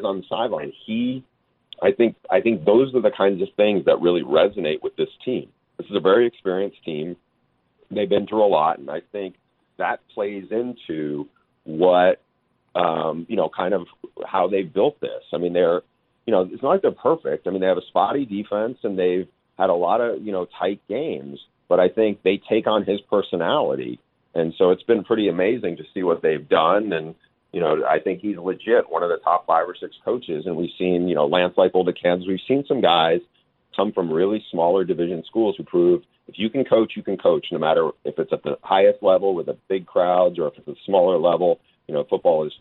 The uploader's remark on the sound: we get your thoughts and take your phone calls.